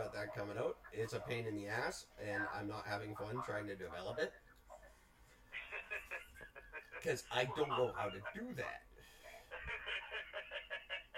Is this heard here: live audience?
no